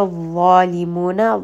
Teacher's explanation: la is going to be heavy, and it is a two count mad. It is a permanently heavy letter, part of khasa dakhdan gil.